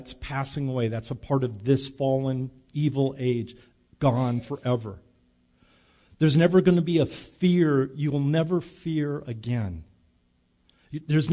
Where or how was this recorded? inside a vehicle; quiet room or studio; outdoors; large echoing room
large echoing room